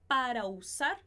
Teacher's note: a gente vai juntar o A do finalzinho de para com o U de usar